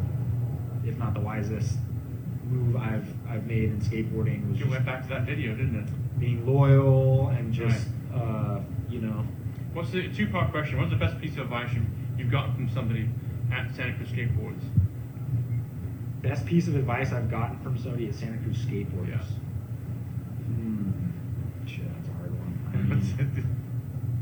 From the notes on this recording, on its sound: live at the Santa Cruz Boardroom